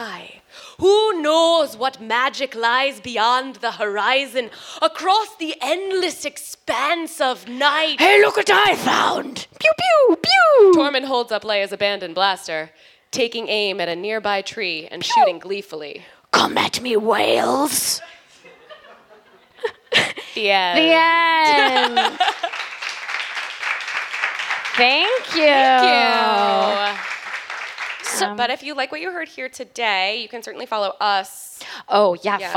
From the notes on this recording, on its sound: Live at the Respect Women's Podcast Festival in Philadelphia at Amalgam Comics!